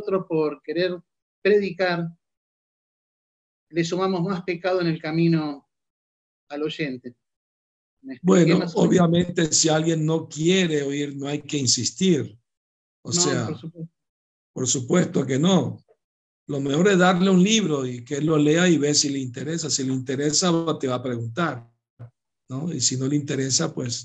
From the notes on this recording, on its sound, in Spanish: Conferencia por ZOOM